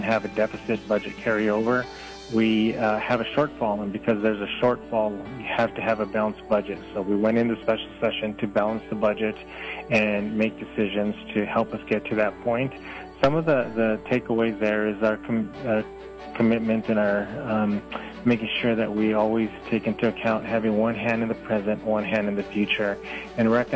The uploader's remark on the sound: Called into 101 Gold early this morning.